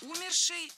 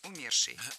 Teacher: А в причастии «умерший» ударным должен быть корень слова. · Shown in: second take